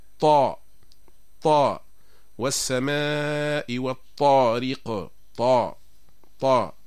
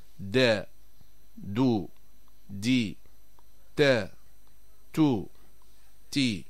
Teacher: ففي الطاء ترتفع مؤخرة اللسان ويضيق المخرج، وهذه صفة الاستعلاء